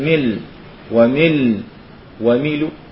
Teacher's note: مثل ما يأتينا في قراءة الإمام حمزة لما نقف على كلمة مثلا ملء الأرض، كيف نقف؟ نحذف هذه الهمزة وننقل حركتها إلى اللام · Term: الوقف بالنقل